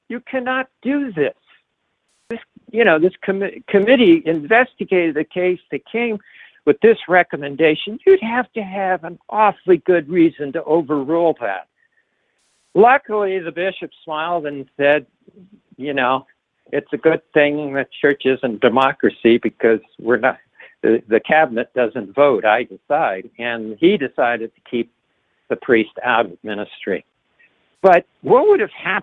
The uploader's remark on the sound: This teleconference